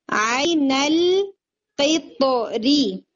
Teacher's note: رو کی کسرہ پڑھتے ہیں اور رو لائٹ ہے، یعنی آپ اگر کنٹینیو کر رہے ہیں، وصل کر رہے ہیں، تو رو چونکہ حرکت کے ساتھ ہے تو اس کی حرکت کے اکارڈنگ پڑھے.